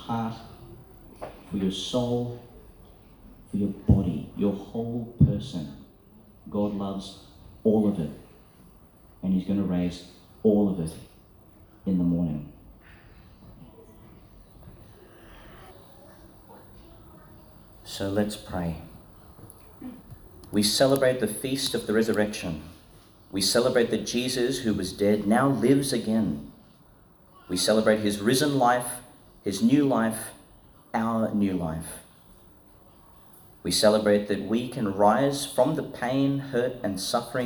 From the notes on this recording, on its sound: Reflection for Easter Prayer, delivered at St Francis of Assisi School, Tannum Sands, Qld., 2022.